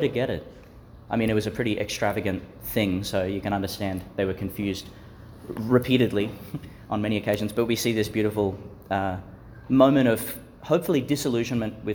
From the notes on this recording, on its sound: delivered in the Marian Centre at Chanel College, Gladstone, Qld.